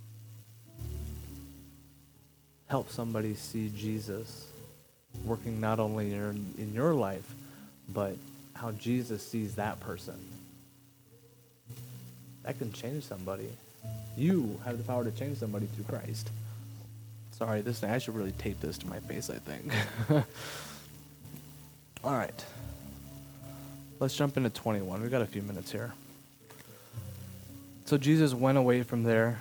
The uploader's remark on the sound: Something went wrong with the audio, has a quiet crackle sorry.